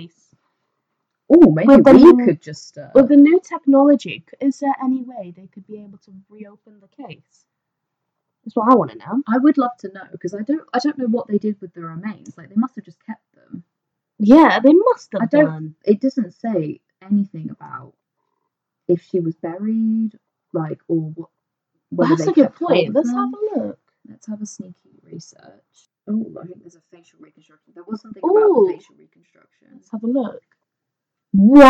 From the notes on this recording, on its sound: With even worse sound quality!